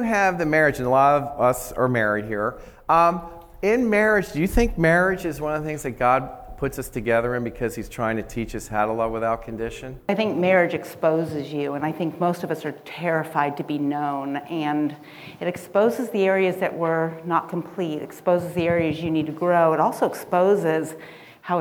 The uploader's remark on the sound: Recording at the Graf Barn in Southern California